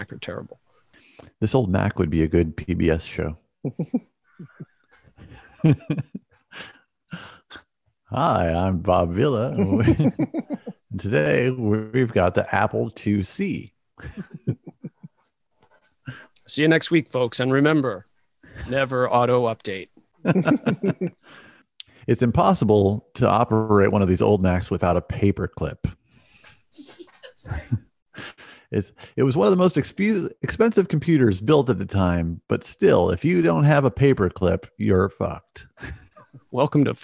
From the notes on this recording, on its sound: This is how all Zoom meetings should be